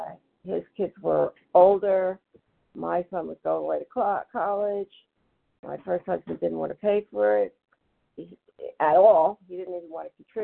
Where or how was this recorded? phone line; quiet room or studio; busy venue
phone line